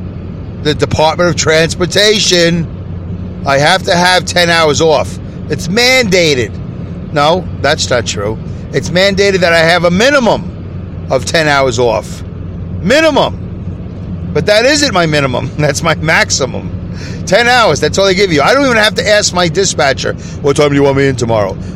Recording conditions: inside a vehicle